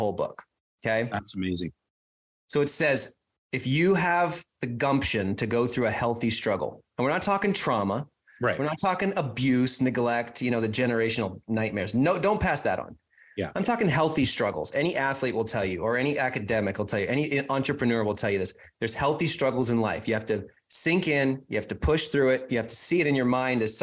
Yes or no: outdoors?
no